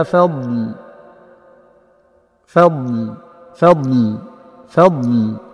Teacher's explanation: فيأتي مخرج الفاء مرققا ثم الضاد مستطيل مستعلن مطبق يستمر فيه التصويت، ثم يتصل انتهاء تصويت الضاد بابتداء تصويت اللام وخاصة عند · الفاء مرققا ثم الضاد مستطيل مستعلن مطبق يستمر فيه التصويت، ثم يتصل انتهاء تصويت الضاد بابتداء تصويت اللام وخاصة عند الوقف عليها